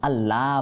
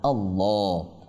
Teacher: আল্লাহ তাআলা নামের লামকে পুর মোটা করে পড়বো · Shown in: second take · আল্লাহ বলবো না, আল্লাহ।